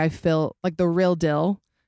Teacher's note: The Utah accent is definitely things like the word feel is fill.